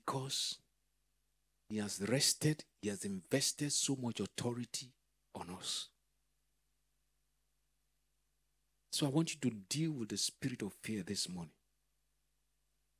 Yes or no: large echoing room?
yes